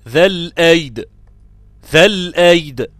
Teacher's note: لما أقف على ذو الأيد أو ذا الأيد، معلش أنا أسف، لما أقف على ذا الأيد أقول ذا الأيد، ذا الأيد، مقلقل الدال مسكنها غير ما محرك، تحريكك للدال حيبقى إتمام لكسر، وإتمامك لكسر في حالة الوقف أو إتمامك لأي حركة في حالة الوقف يجعل الحركة تتمدد وتبقى عبارة عن حرفا كاملا.